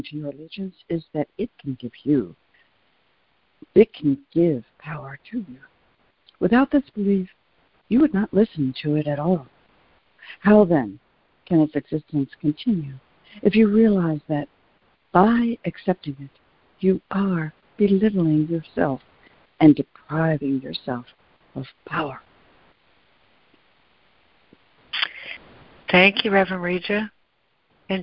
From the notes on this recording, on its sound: ACIM Daily Conference Call